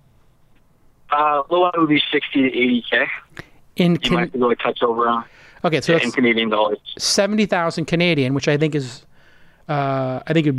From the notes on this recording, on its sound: Call-In